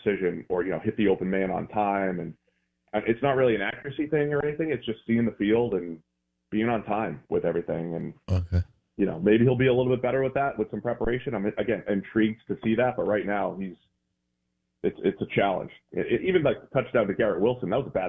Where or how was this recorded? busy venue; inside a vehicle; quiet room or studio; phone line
phone line